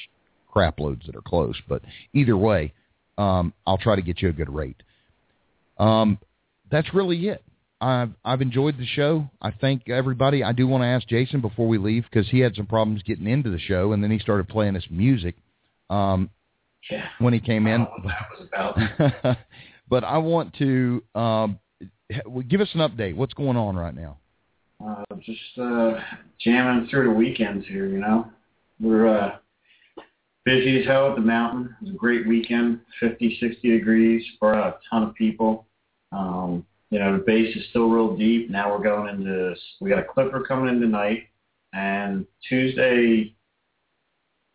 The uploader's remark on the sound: Live hot dog vendor and street food vendor call in show.